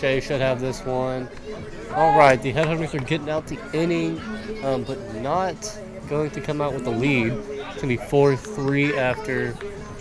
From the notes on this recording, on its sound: Live from the dugout during the softball game.